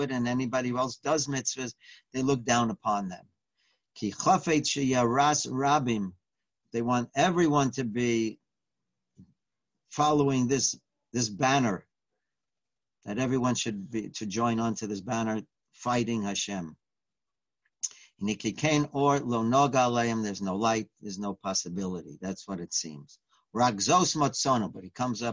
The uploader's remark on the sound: Live On Zoom.